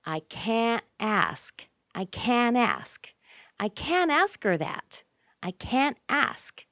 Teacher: Notice we don't even hear the T very strong.